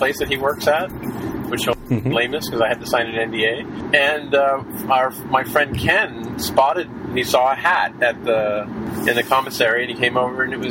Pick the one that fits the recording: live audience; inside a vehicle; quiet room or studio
inside a vehicle